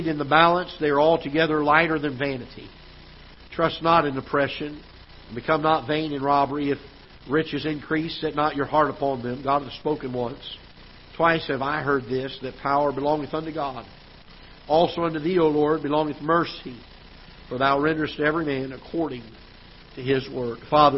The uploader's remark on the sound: Ketha Heights Baptist Church ~ Live Broadcast